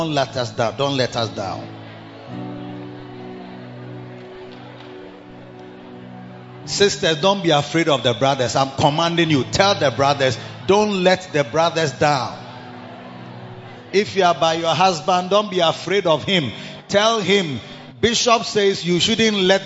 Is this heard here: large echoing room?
yes